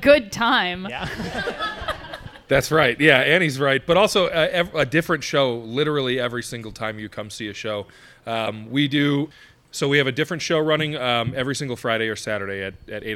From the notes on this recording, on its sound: This episode of Renoites was recorded in front of a live audience at Black Rabbit Mead Company in Reno, Nevada. In front of a live audience at Black Rabbit Mead in the brewery district of Reno. The live audience got to enjoy several more improv games after the taping.